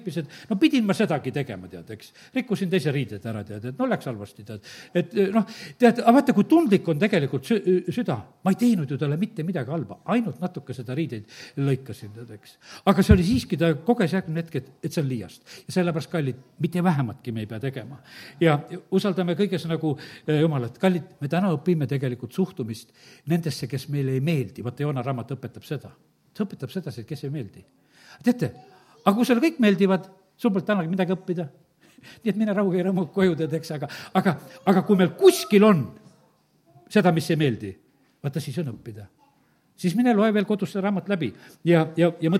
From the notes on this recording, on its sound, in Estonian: Audio salvestus koosolekult.